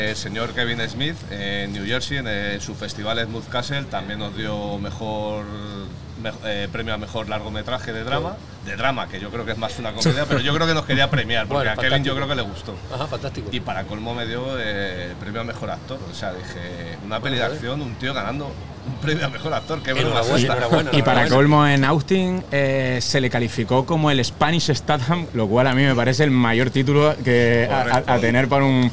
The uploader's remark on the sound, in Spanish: Isla Calavera 2023. Ligero tentempié en la recta final del festival isla calavera. Enmarcado en la fanzone del festival.